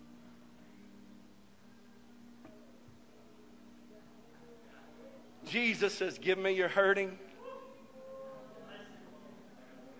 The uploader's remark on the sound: This message is broadcast live from the First Pentecostal Church of Silsbee Texas.